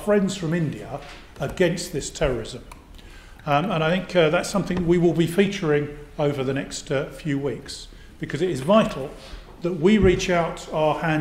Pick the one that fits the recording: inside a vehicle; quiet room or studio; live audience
live audience